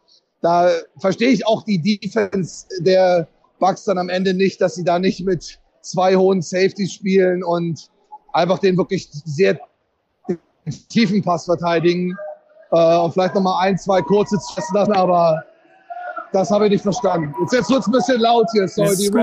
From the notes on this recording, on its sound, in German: Live aus Tampa. War live vor Ort im Stadion und berichtet. Von der Stimmung im Hard Rock Stadium.